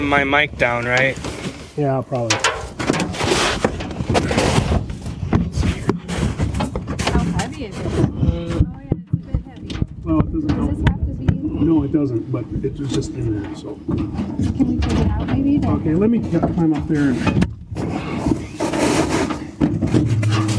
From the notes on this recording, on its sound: Maple syrup field recording.